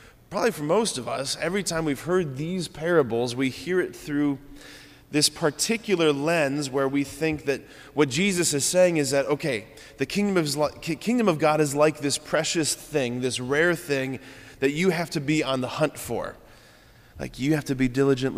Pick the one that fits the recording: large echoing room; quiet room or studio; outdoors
large echoing room